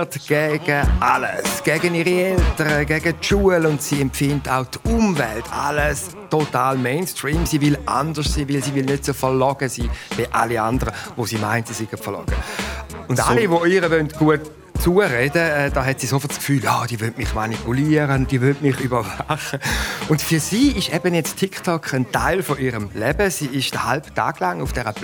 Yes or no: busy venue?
yes